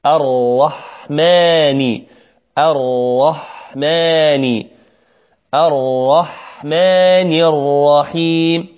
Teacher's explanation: يقول ابن الجزري رحمه الله في باب الراءات: وأخفي تكريرا إذا تشدد، يعني لابد أن تخفي التكرار، لا نقول أر إنما نقول الرح الرحماني الرحماني الرحمن الرحيم أر، نقول هنا أ ثم بعدها راء مفخمة ثم حاء ميم